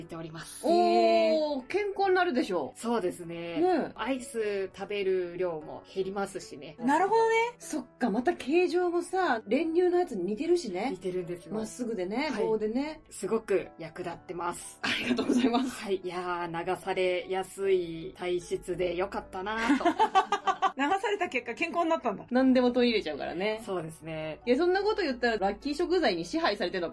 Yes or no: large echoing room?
no